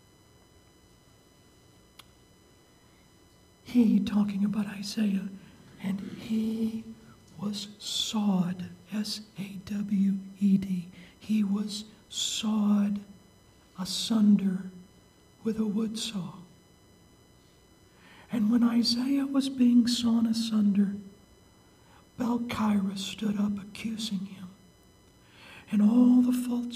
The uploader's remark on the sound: The sermon was preached at Maranatha Bible Church on July 15, 2018.